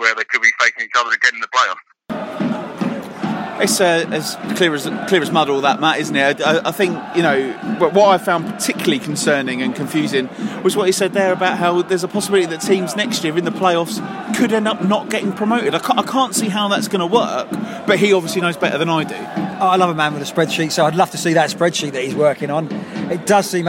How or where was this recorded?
busy venue